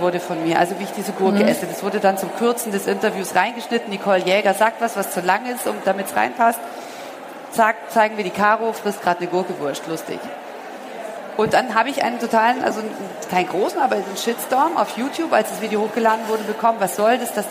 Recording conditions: busy venue